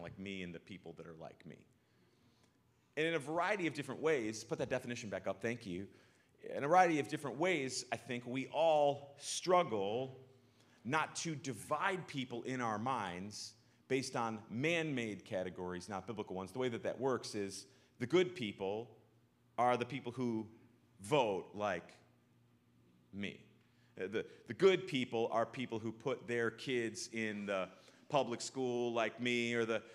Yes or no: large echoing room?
yes